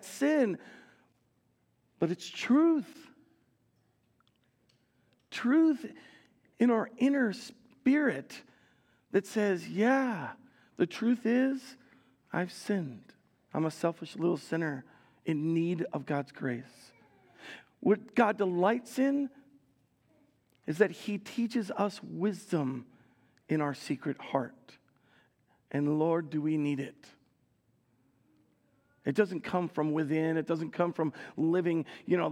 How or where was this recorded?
large echoing room